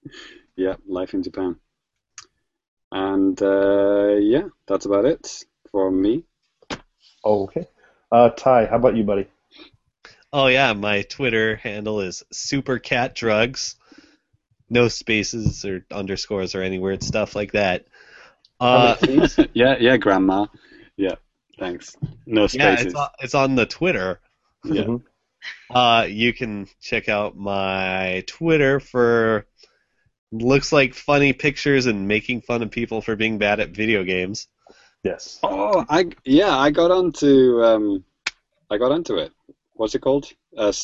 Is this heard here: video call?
yes